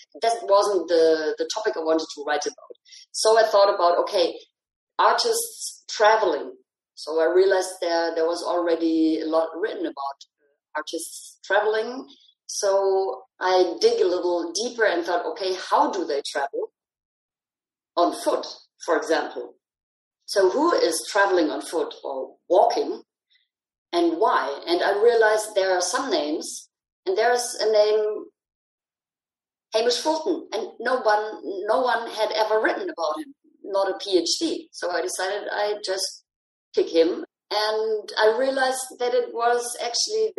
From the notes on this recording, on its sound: Recorded over a Zoom call